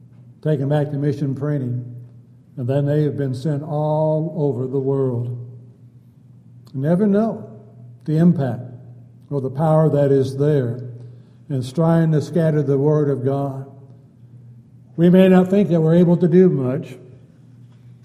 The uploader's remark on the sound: Downtown Church Of Christ Audio Sermon